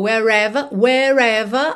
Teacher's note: Wherever, porque o R tá juntando com ever ali.